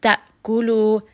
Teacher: We're going to abruptly stop the sound as we go to the shidda sound. Da'kulu. So we're not rolling the sound in the throat.